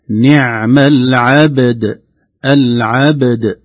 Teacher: إذا وقفنا يصبح قلقلتان وسكونان متتابعان ثقيلان يحتاجان إلى عناية